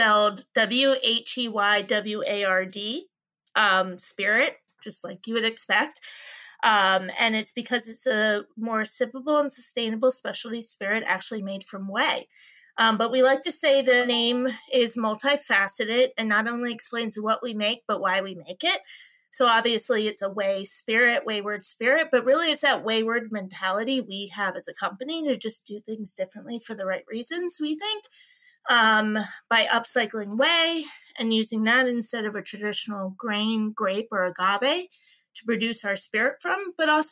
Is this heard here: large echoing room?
no